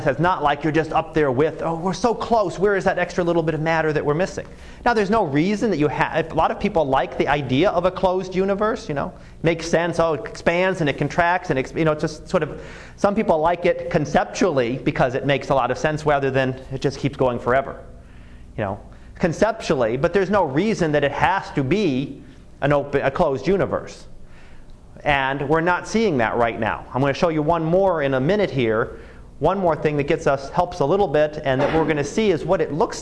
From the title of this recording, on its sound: Live Class Lecture